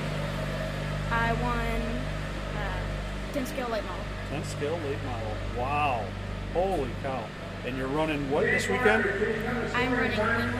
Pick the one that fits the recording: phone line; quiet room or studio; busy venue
busy venue